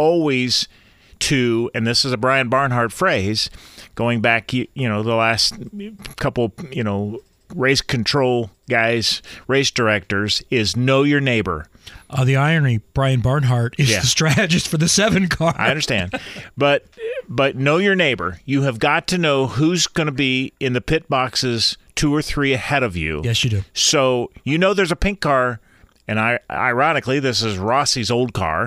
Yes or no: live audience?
no